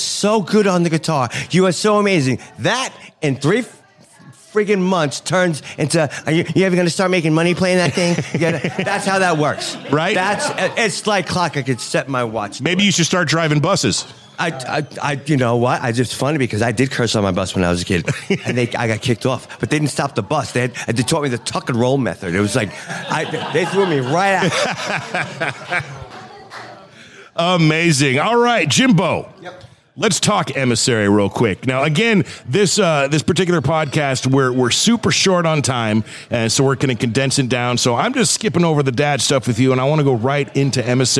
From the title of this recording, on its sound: Live at the Cedarwood Saloon